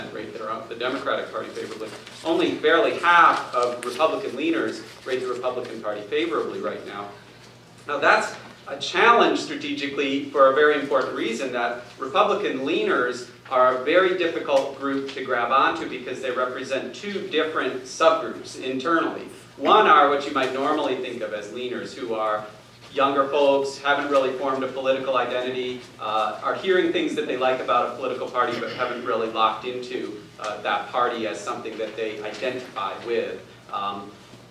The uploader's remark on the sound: Addresses Ripon Society's Annual Symposium on March 7, 2014